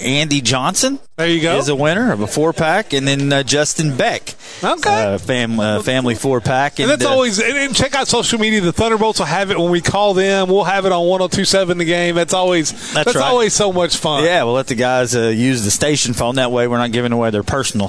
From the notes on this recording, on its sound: Live from BJ's Brewhouse in Evansville for Thunderbolts Live.